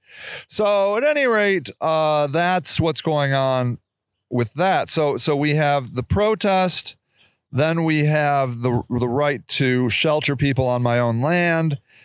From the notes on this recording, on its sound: I'm trying out my new mobile studio. This week's show was recorded in our developing memorial garden.